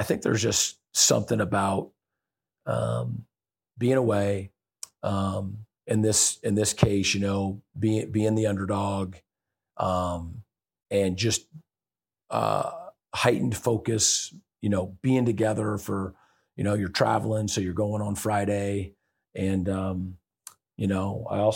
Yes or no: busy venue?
no